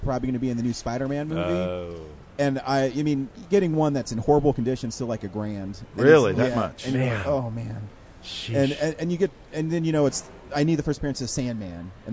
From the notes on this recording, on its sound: at Denver Comic Con 2018